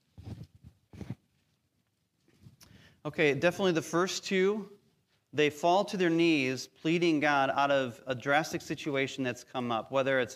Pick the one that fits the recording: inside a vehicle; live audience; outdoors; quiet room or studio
live audience